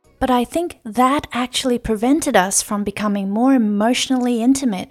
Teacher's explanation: You should emphasize the word that